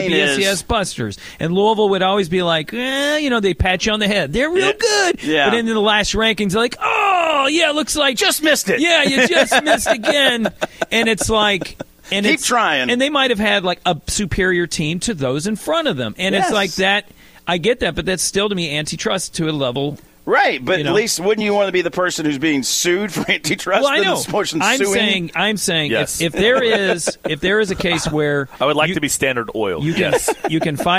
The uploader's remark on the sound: The guys are broadcasting live from The Fitness Market! 2521 Plantside Dr, Louisville, KY 40299.